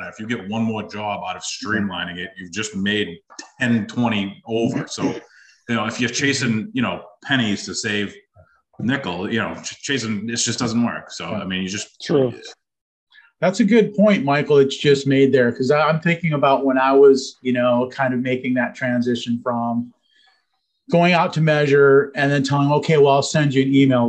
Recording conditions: video call